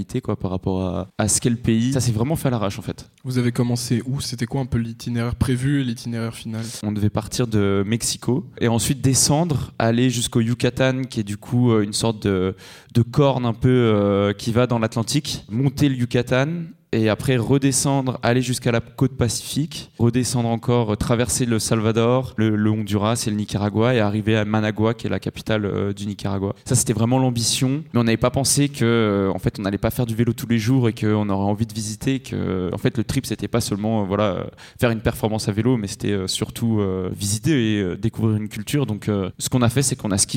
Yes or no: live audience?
yes